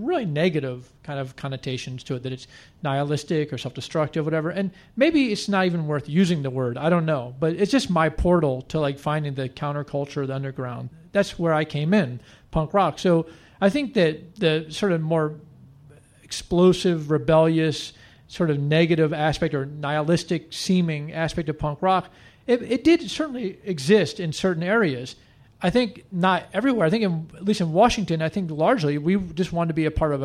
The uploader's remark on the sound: He joined us live on stage in Washington DC.